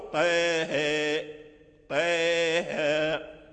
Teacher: أمال الطاء من طه، وأمال كذلك الهاء، فقرأوا إمالة كبرى، قرأوا طه طه، ورش أمال الهاء دون الطاء، وإمالته كبرى وكذلك مثلهم، ولا يميل ورش من طريق الأزرق إمالة كبرى إلا الهاء من طه.